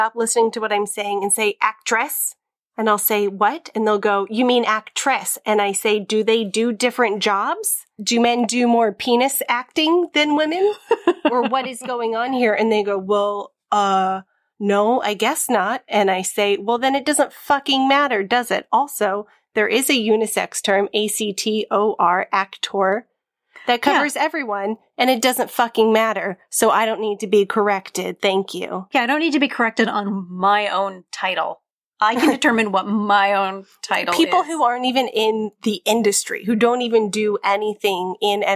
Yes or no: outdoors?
no